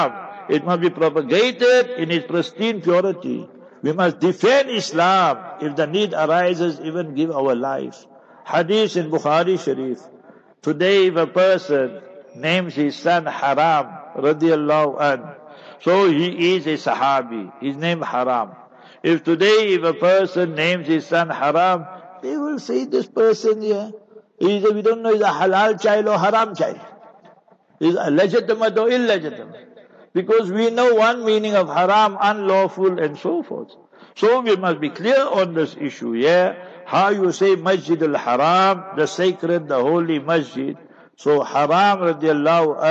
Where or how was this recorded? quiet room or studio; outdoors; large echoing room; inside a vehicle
large echoing room